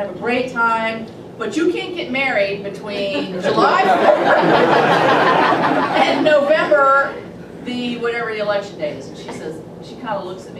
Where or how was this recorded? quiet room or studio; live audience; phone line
live audience